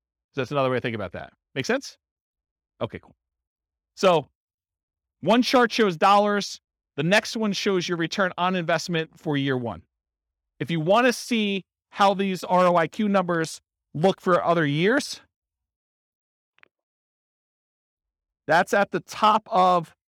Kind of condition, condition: setting, live audience